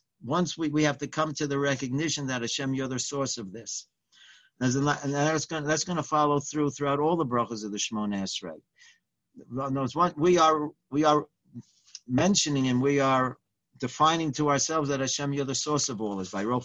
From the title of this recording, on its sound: Live On Zoom